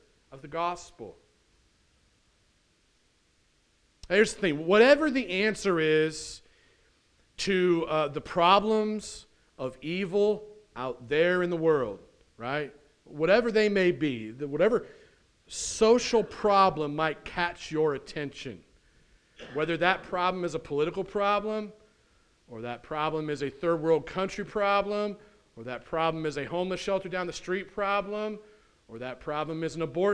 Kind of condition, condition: setting, large echoing room